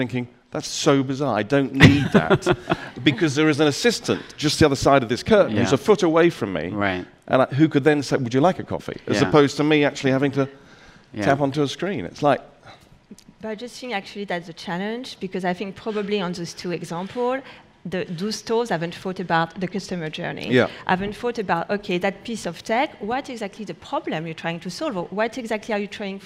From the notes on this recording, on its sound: Gathered on stage at #BoFVOICES in December 2016. A panel of retail space experts gathered on stage at #BoFVOICES.